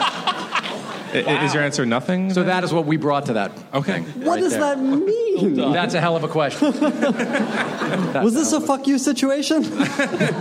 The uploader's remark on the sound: New York Comic Con. Recorded October 8, 2015 at NY Comic Con.